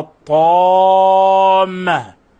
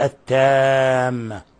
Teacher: يعني لولا الإطباق في الطاء والاستعلاء فيها لكانت تاء. فلا بد من بيان الإطباق والاستعلاء في الطاء، وذلك بتفخيمها · Shown in: first take · وإلا انقلبت تاء أي حرفا مرققا مستفلا، وهذا لحن جلي وتغيير لصفات الحروف. · Term: تفخيم الطاء